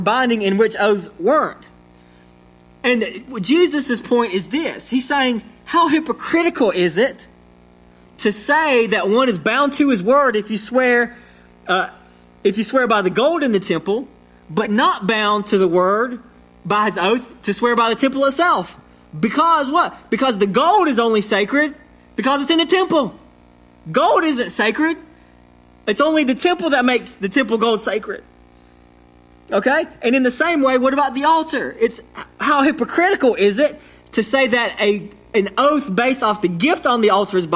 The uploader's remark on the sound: sermon delivered to Cottondale Baptist Church in Eastman, GA on 9/26/21